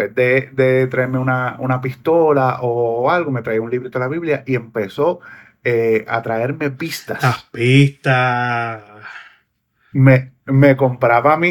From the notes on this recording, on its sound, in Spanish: Arrancamos nuestra primera zoom call